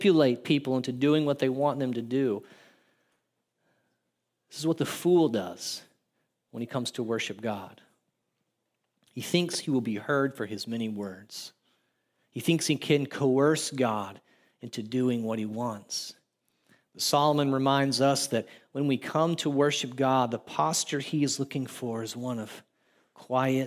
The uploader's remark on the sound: audio from New City Church in Champaign-Urbana, IL